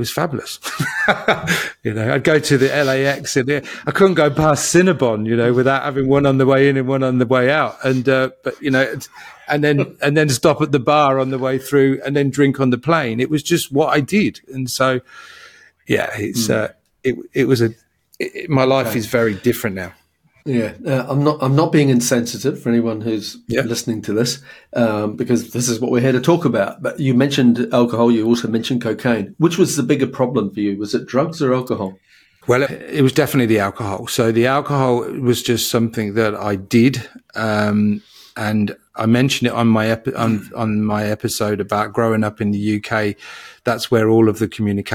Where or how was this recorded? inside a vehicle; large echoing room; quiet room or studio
quiet room or studio